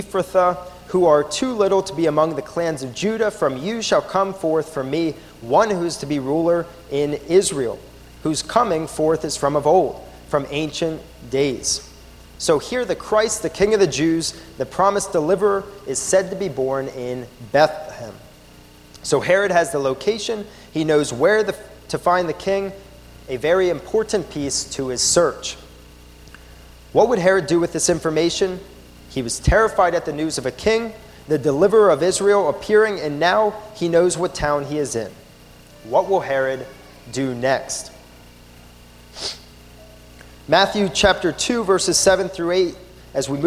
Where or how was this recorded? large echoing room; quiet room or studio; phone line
large echoing room